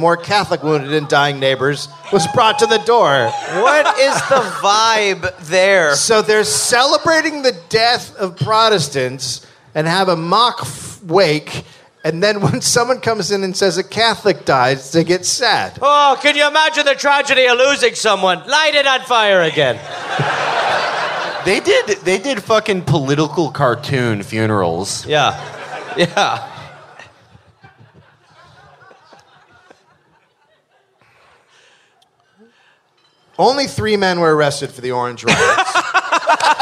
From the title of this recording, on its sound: Live in NY